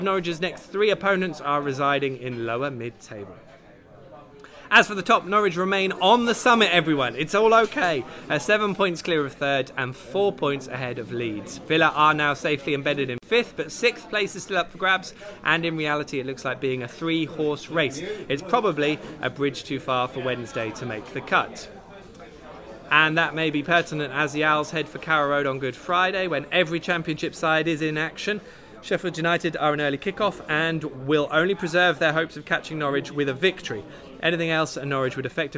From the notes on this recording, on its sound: LIVE from The Woolpack in Norwich.